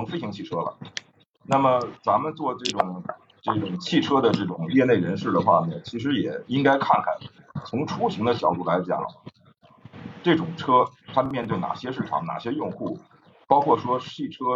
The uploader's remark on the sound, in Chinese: 由于设备原因，本期节目略有些杂音，请各位见谅。